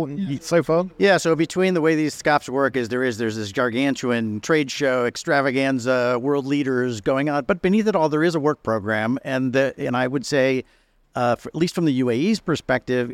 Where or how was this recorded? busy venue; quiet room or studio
busy venue